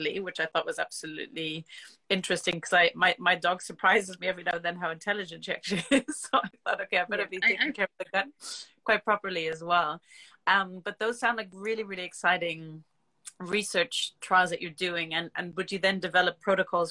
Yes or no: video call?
yes